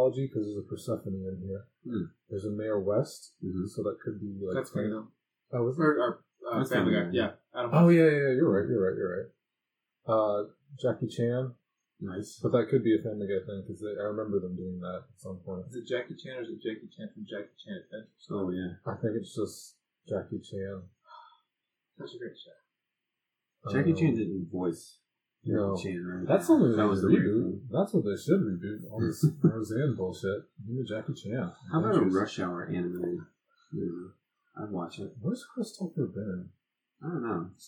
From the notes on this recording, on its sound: Warning: I busted up the audio.